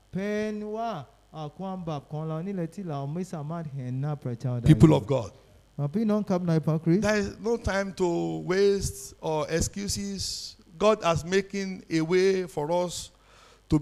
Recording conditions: live audience